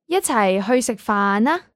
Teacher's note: If it's a suggestion, you want to say the ah with a higher pitch. That's right, to make it sound exciting.